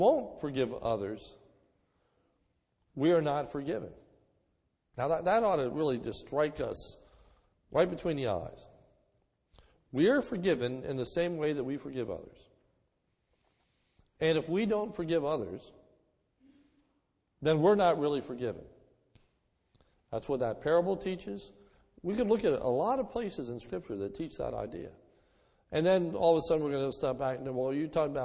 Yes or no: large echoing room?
yes